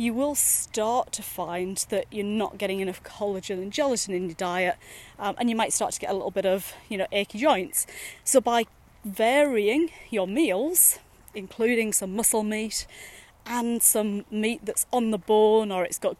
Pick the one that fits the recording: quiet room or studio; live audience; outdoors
outdoors